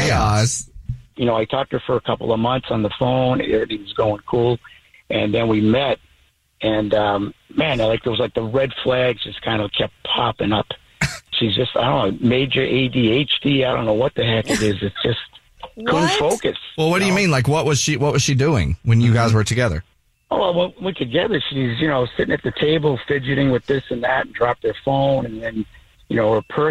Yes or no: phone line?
yes